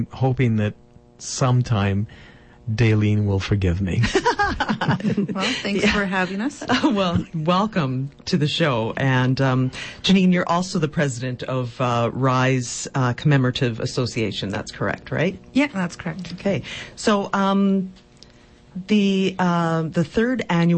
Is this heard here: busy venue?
no